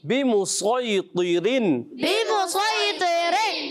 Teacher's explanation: صاد موٹا کرنا ہے، طا موٹا کرنا ہے، را کو باریک رکھیں گے